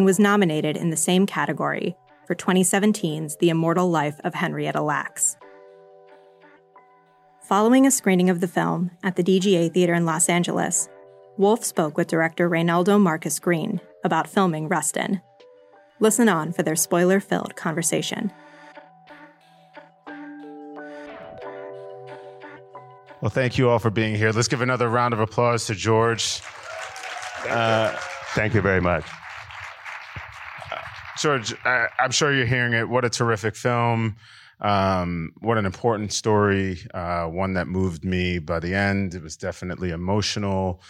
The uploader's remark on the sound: in a Q&A at the DGA theater in Los Angeles